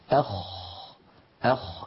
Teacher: انظروا الخاء كما نرى أعلى بقليل من الغين، الخاء أعلى بقليل من الغين، وهي أيضا من أدنى الحلق، يعني من منطقة جذر اللسان مع الحنك اللحمي